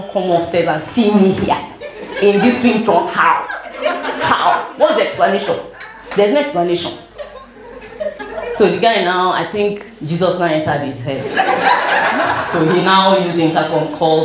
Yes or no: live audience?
yes